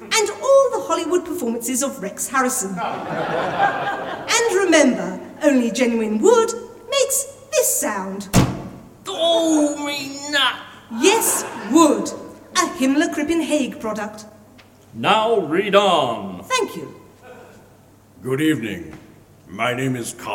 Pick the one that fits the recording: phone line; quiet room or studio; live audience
live audience